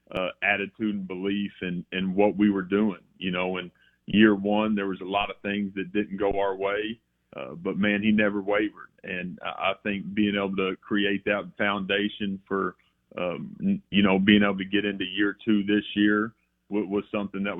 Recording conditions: phone line